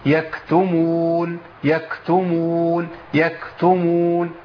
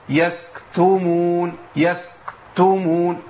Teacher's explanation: لازم الهمس يمشي مع الكاف وهي خارجه · Shown in: first take · يكتمون يكتمون يكتمون ده الصواب. · Term: همس الكاف